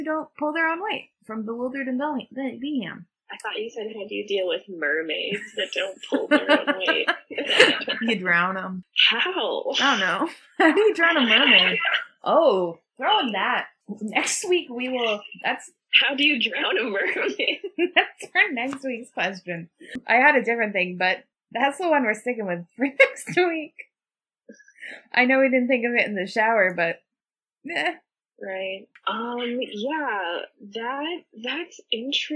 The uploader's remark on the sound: the audio is a little wonky